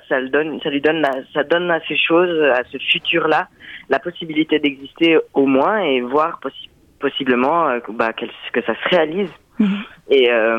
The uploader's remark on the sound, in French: Interview téléphonique